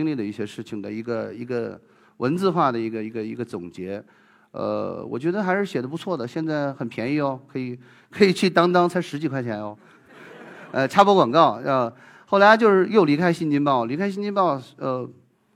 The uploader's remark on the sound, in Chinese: 一席现场